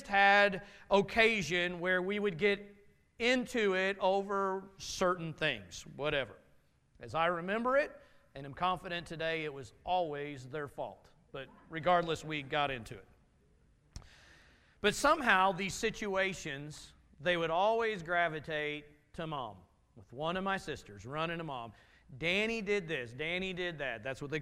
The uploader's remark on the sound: Message from Sunday morning service